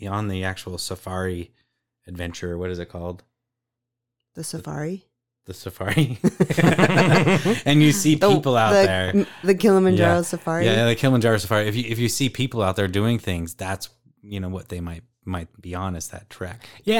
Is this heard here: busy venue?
no